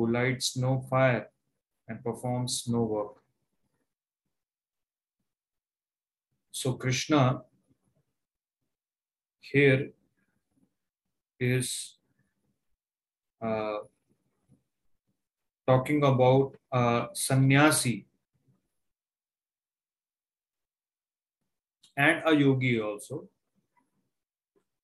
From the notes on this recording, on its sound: Zoom recorded sessions